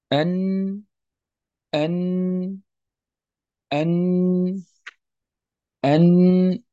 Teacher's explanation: طرف اللسان مع ما يحاذي هذا الطرف من لثة الأسنان العليا، هذا المكان يخرج منه حرف النون، أن أن أن أن، هذا مخرج النون.